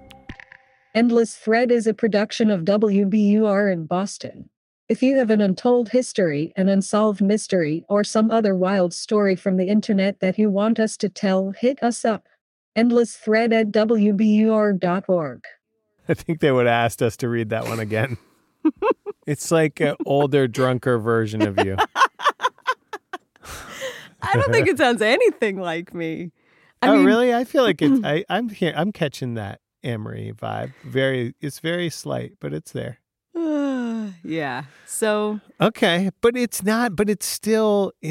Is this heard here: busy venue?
no